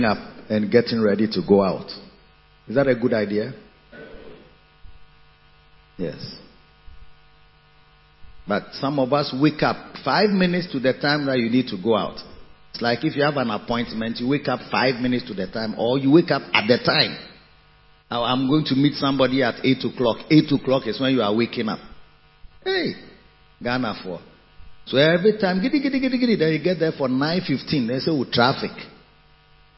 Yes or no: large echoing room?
yes